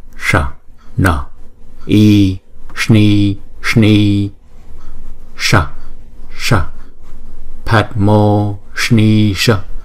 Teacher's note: Padmo. Chữ S, chữ N có dấu nặng thì chúng ta uốn cong lưỡi lại và búng ra